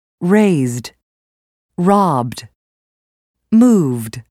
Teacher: The ed ending for verbs that end with voiced consonants has a d sound.